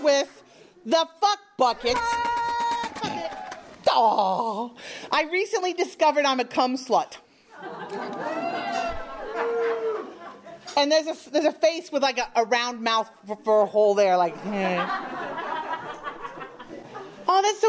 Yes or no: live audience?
yes